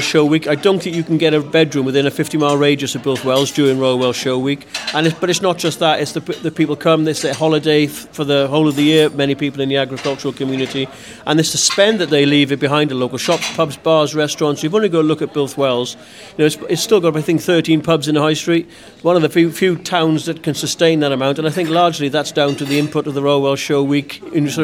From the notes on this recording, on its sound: attends the the sell-out Mid Wales Tourism Conference, held at the Metropole Hotel and Spa, Llandrindod Wells and talks to key stakeholders at the event.